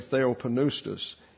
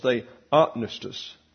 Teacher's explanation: But you'll note that the second syllable is what's accented here. · Shown in: second take · Term: accent on the second syllable